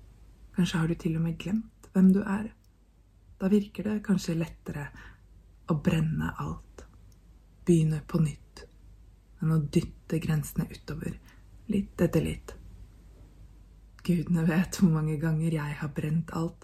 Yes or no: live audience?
no